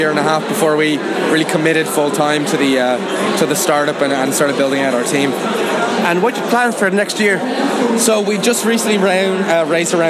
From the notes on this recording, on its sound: At the recent Uprise Festival held in Dublin